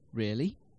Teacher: The voice rises sharply on the stressed syllable. · Term: rising tone